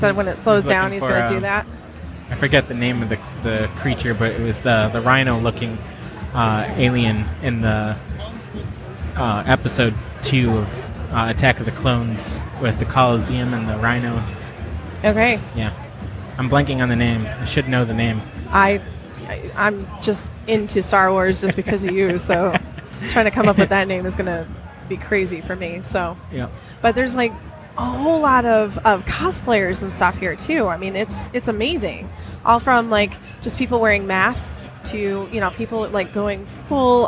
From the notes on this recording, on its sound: Live from Great Lakes Comic Con.